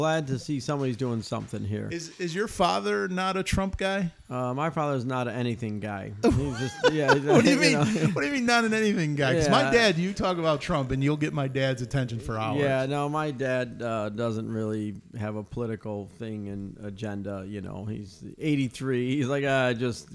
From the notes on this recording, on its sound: This episode of Fireworks Brigade was recorded at the Starr Fireworks in Fargo, North Dakota.